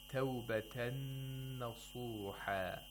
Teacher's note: you make the noon, which is after the tanween, mushaddad, and you also apply ghunna for two vowel counts · Term: Idgham of Nun Sakina